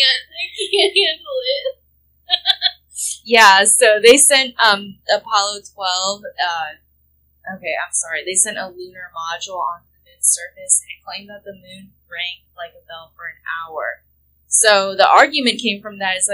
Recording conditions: poor sound quality